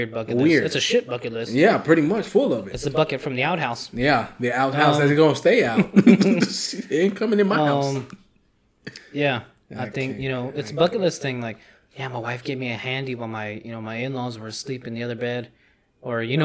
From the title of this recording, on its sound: fully unedited and a weird echo